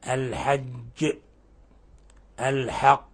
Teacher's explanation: وقفنا على القاف المشددة بالقلقلة وبالغنا في القلقلة لأن هذه تسمى قلقلة كبرى. فكل حرف مقلقل إذا شدد ووقفنا عليه فإنه يقلقل قلقلة كبرى.